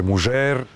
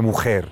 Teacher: predklasičnog španskog tipa dž, ž, š, što su sve foneme koje su u savremenom španskom reducirane na h. Znači, na ladinu se kaže mužer, modernom španskom je mujer.